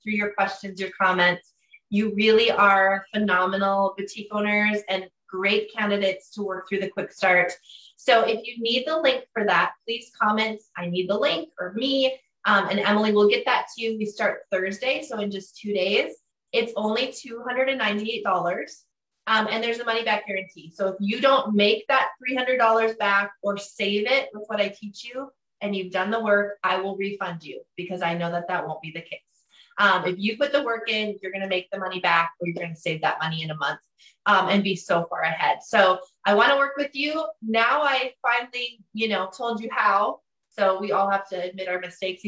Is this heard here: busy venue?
no